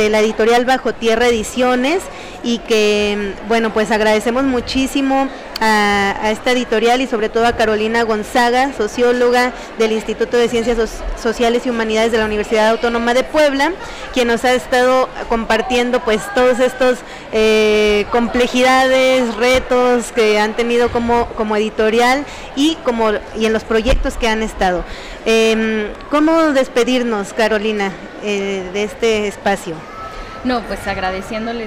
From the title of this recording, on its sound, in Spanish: En vivo desde la Feria Internacional del Libro 2021